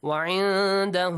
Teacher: extend the hu sound for 2 beats